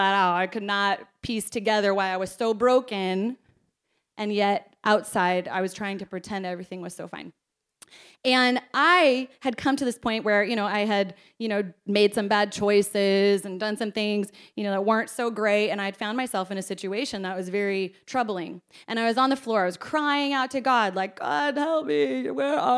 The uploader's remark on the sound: This message was preached at our Combined Service